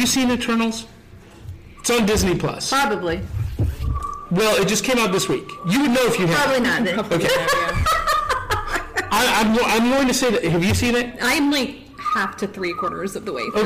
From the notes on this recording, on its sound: Broadcast live in front of a live audience at Chattacon!